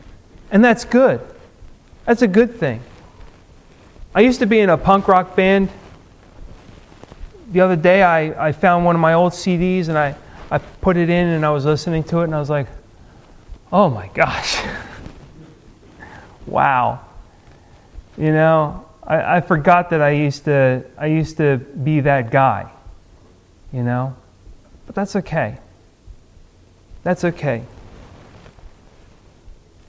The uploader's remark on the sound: Recorded at Ebenezer UMC on March 1, 2015